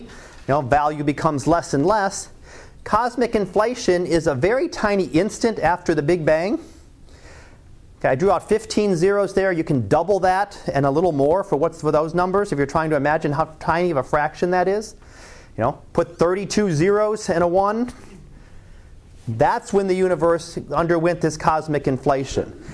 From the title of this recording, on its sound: Live Class Lecture